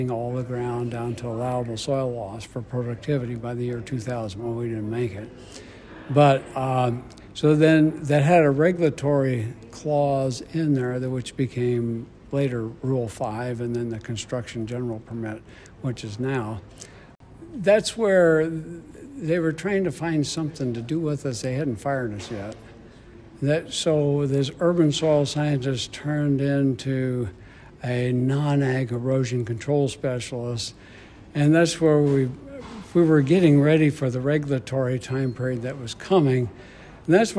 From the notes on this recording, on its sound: We catch up with incredible professionals at the annual Indiana Association of Floodplain and Stormwater Management (INAFSM) conference. In these quick and candid interviews.